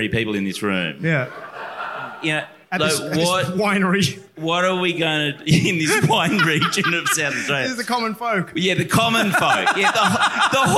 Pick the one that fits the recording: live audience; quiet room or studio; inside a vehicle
live audience